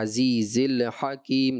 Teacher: لام ساکن کو پھر ہلا دیا